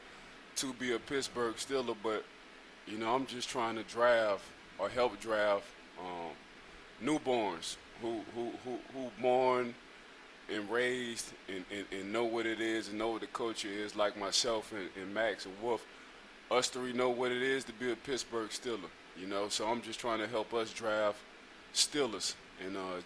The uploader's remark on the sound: Live from Steelers Camp